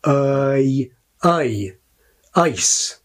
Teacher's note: So we get ah, ah, I, whereas the word ice begins for many speakers with a raised quality closer to the English hesitation vowel, uh, so we get I, I, ice. · Term: Canadian raising